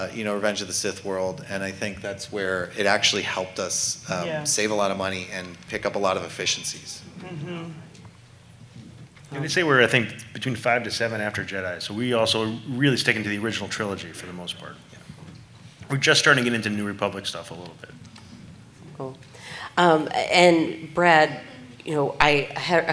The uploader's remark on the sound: Recorded Live from LA Comic Con 2023. Recorded LIVE from the LA Convention Center at LA Comic Con 2023.